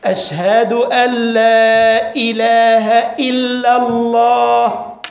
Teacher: ده إدغام، نون بعدها لا، إدغام من غير غن